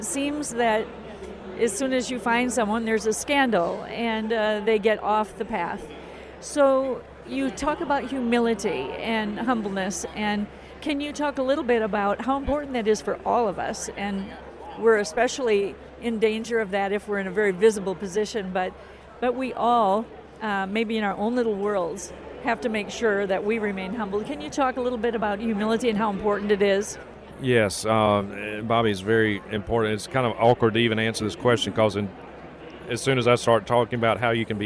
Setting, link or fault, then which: setting, busy venue